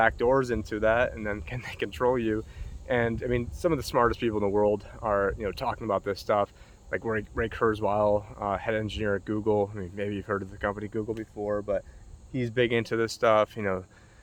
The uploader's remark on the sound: Reporting in with a classic walk and talk Vlog from the Erie Canal in upstate New York